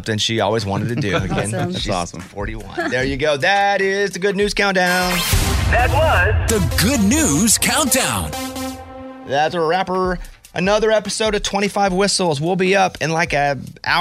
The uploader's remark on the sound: listeners called